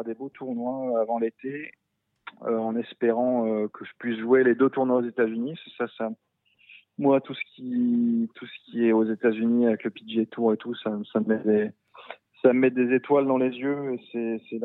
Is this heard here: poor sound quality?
no